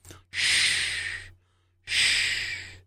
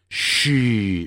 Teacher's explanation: 发这个音的时候别忘了它不要震动声带 · Shown in: first take · Term: 清辅音